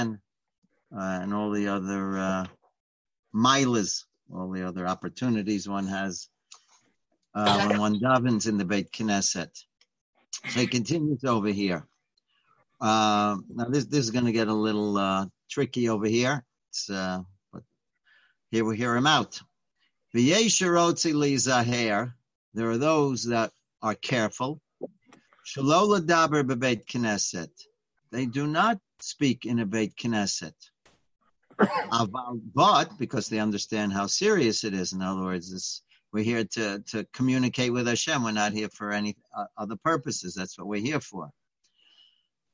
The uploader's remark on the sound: Live On Zoom: 6-24-2020